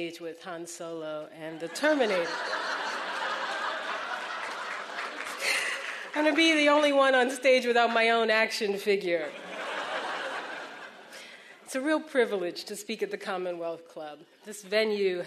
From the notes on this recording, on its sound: This program was recorded in front of a live audience in San Francisco as part of Climate One at The Commonwealth Club